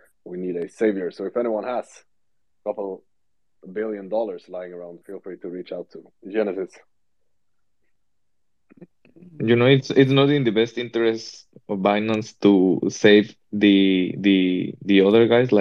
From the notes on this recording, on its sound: The content in this podcast is a recorded Twitter space hosted on the 22st of November 2022.